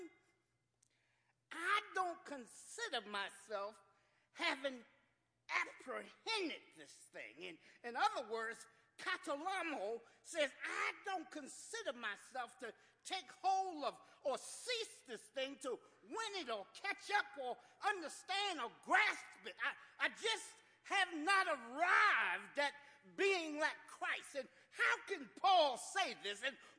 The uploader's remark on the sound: Watch Nights - New Years Eve Service 12-31-14 - Audio. Live, new years eve.